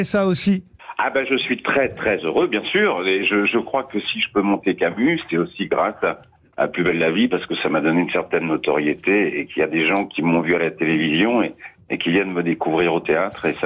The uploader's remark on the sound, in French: au téléphone des Grosses Têtes